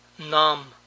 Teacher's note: Las B's de las tres últimas palabras no se pronuncian, por lo tanto terminan con el sonido de M.